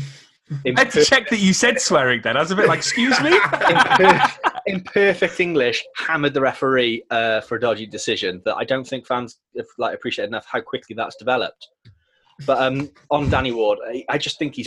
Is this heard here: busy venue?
no